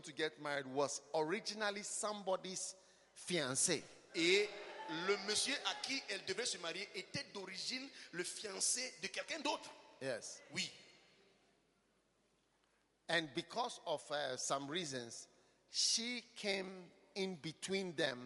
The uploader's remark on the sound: Preached at the Bafoussam Pastor's Conference, Cameroon.